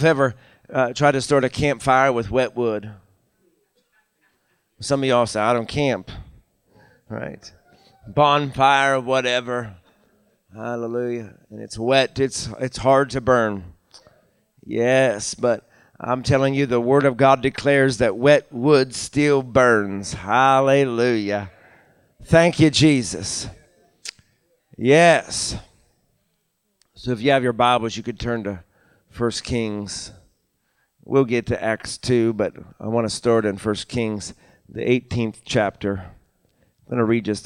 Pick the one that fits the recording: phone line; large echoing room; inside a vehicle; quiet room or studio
large echoing room